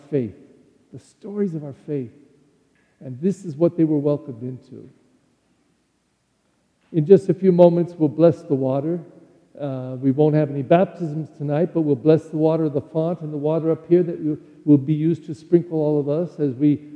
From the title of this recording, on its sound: Celebration of Holy Saturday at the Easter Vigil in the Holy Night of Easter